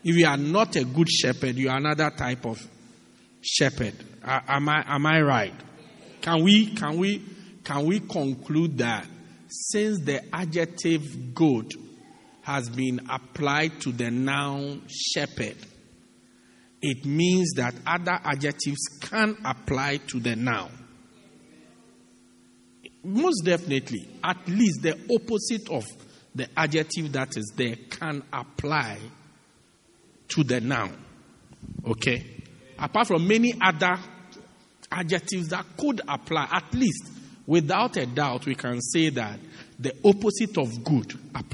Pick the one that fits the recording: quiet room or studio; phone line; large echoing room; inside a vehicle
large echoing room